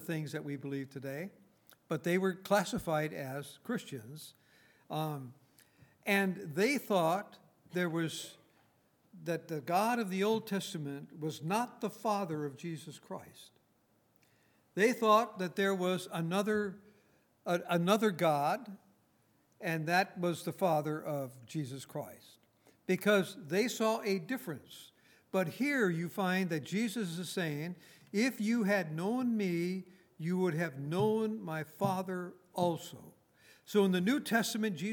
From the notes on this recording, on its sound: Recorded on March 17, 2019, at Grace Bible Fellowship in Front Royal, VA.